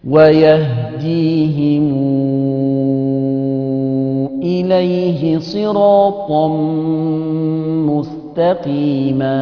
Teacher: ميم جمع وراها همزة، يبقى هيمد فيها كام؟ هيعمل لها الصلة بمقدار 6 حركات، ويهديهم، أمد مو دي 6 حركات.